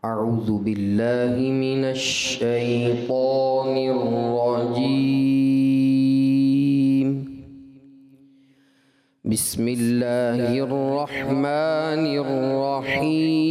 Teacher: آغاز ہی میں آپ نے آواز کو بلند نہیں رکھنا ہوتا، یعنی کہ نیچے آواز رہے گی جس کو قرار کہا جاتا ہے. اس طرح تعوذ و تسمیہ پڑھنا چاہیے تھا، اعوذ باللہ من الشیطان الرجیم بسم اللہ الرحمن الرحیم.